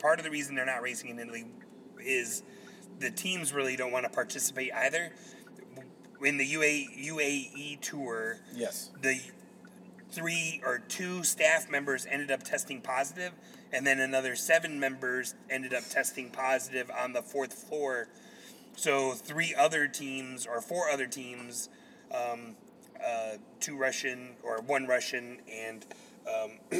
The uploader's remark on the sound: record on their way to the Atlanta United Home Opener